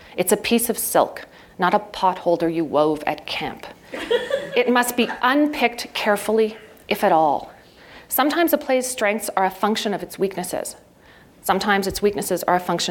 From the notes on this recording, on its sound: PlayWorks Ink keynote address.